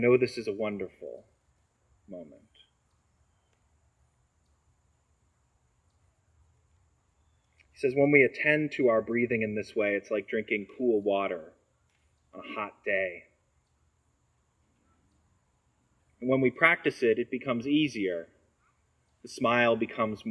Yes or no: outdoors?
yes